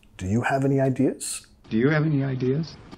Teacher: Subiendo de entonación al final.